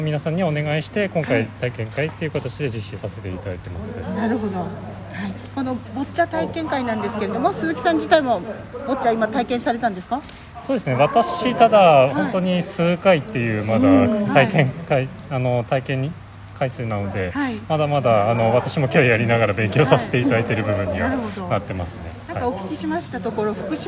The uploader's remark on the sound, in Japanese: 信夫学習センターにて開催された、「会員交流会・ボッチャ体験会」において、収録しまし